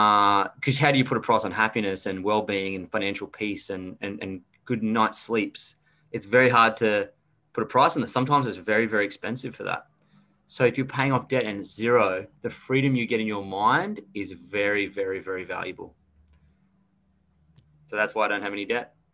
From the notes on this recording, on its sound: Zoom calls where he answers questions from people in his network, social media or listeners of his podcast